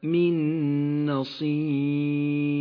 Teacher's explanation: جاءت النون الساكنة وبعدها نون متحركة تدغمان لتصبحا نونا واحدة مشددة لونت بالأخضر لأنها تغن بمقدار حركتين. · Term: الإدغام بغنة